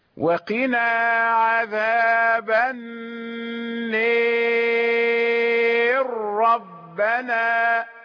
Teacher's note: أدغمنا الراء في الراء، ولم يمنع هذا الإدغام أن نميل لفظ أن النار فيصبح النير.